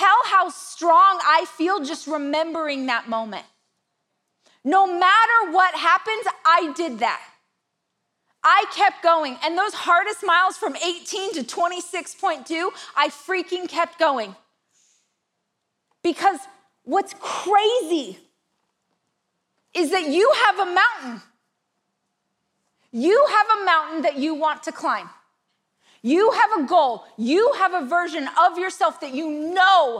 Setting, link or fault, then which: setting, live audience